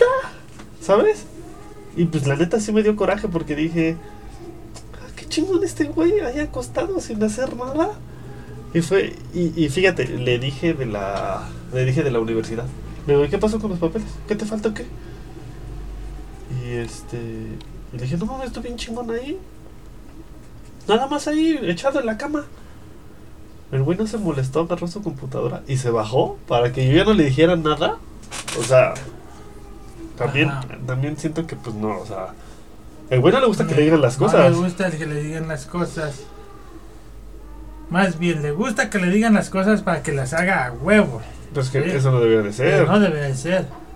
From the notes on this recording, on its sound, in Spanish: De empezar con un ensayo para probar el micrófono termino por ser una platica muy bonita y amena con mi padre. El sonido del fierro viejo, la basura y los tamales hicieron que este ensayo fuera único.